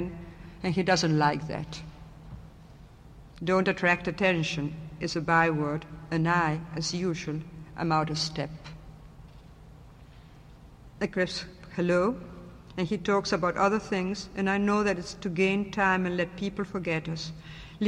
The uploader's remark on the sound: 48th PEN International Congress — Public Reading at St. Peter's Church. The fifth and last of the Midday Reading Series events.